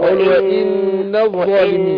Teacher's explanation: النون مشددة تاخد غنة حركتين